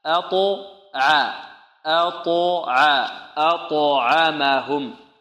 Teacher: عندنا همزة مرققة والطاء مفخمة والعين مرققة